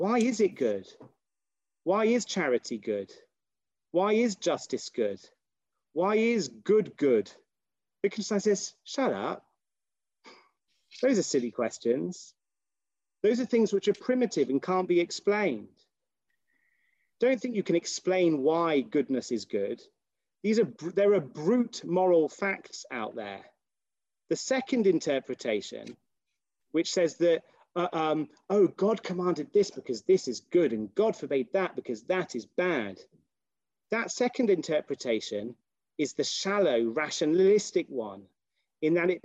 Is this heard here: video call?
yes